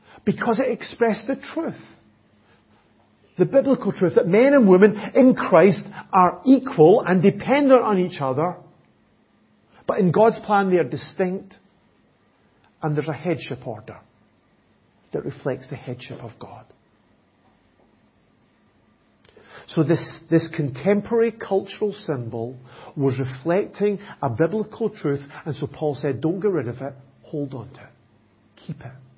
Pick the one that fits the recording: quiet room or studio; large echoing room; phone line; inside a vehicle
large echoing room